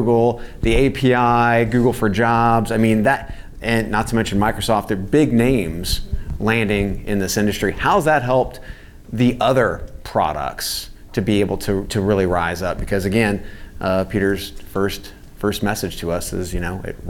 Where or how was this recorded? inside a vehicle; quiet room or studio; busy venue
busy venue